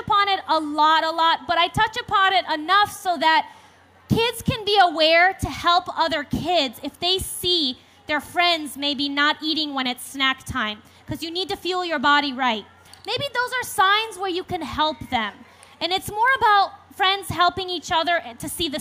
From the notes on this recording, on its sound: on the Family Storytelling Stage at the 2012 Library of Congress National Book Festival